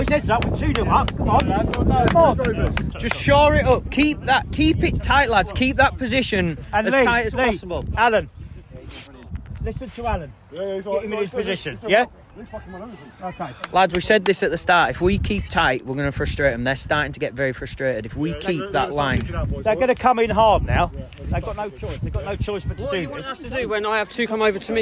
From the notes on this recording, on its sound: From the touchlines. Does a live pod during the game and interviews a few of the lads in the process.